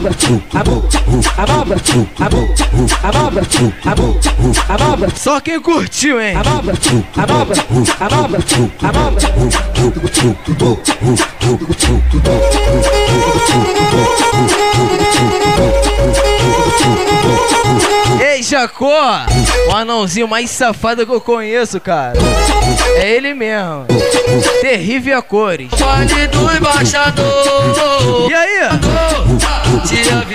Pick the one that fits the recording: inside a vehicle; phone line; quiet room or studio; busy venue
busy venue